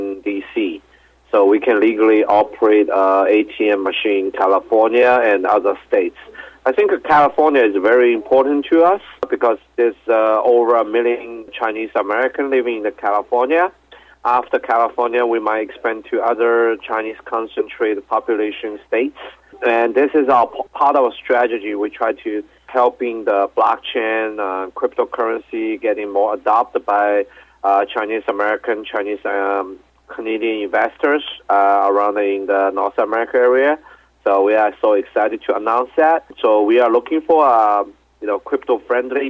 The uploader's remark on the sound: called in to SmallCapVoice.